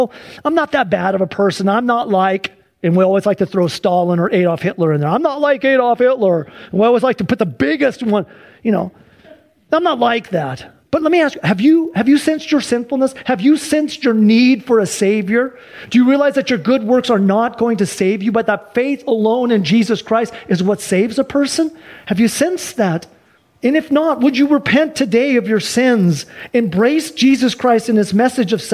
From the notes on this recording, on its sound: Sunday church service livestream